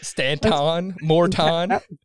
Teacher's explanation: I sound like a Valley Girl because I don't pronounce the T's.